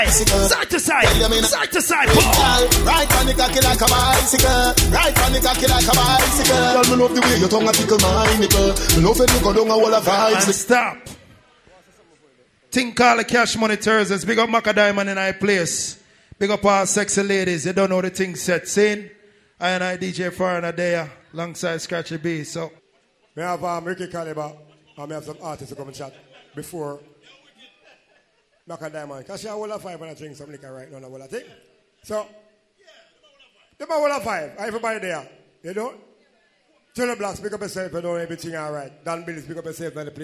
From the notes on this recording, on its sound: Live from Cash Money Thursday Portmore Jamaica